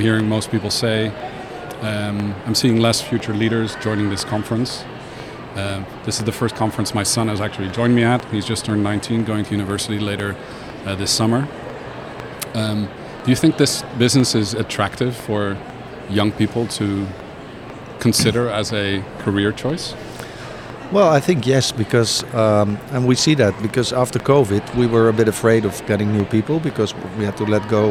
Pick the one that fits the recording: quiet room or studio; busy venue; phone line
busy venue